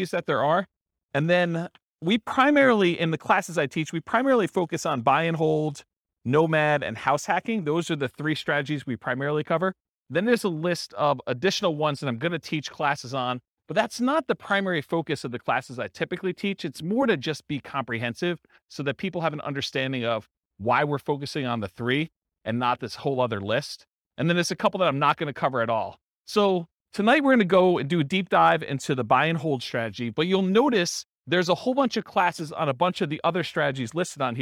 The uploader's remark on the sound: This was a live class recorded